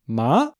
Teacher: For the second tone, you take the ball and toss it up in the air as high as you can. It just keeps going up and up and up and up.